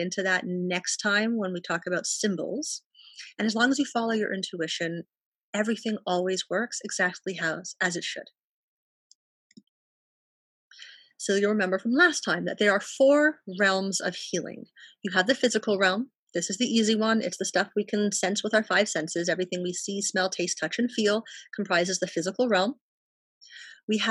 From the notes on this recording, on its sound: Each BTGPpodcast episode is recorded LIVE during my virutal Healing Circles. These free, no RSVP-required gatherings unfold with a candle meditation.